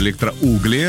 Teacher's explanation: Пытались мы разобраться, если что, ударение на «у» — электроугли